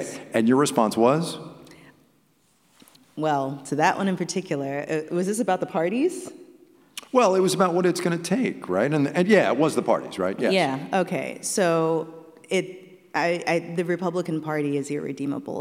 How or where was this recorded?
live audience